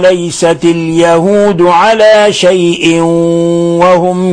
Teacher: عرفنا أن تنوين الكسر جاء بعده الواو أن الحكم التجويدي إضغام بغنة